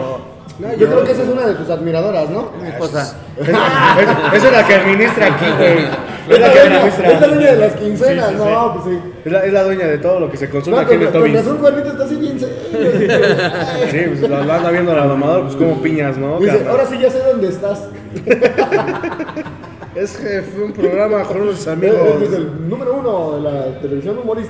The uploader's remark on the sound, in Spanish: en vivo desde el club de Tobi en la ciudad de Pachuca